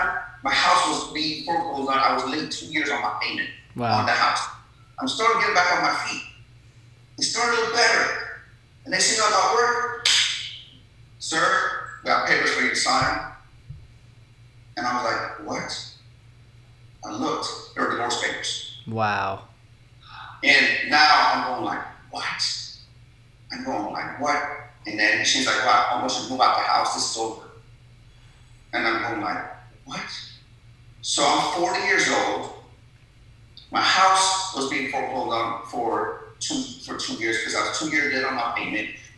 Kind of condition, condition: fault, poor sound quality